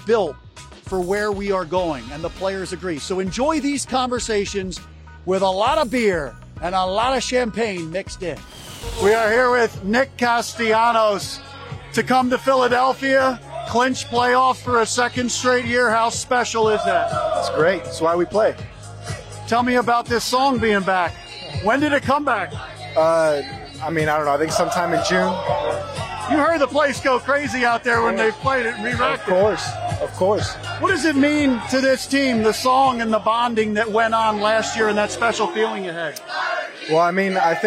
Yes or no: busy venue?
yes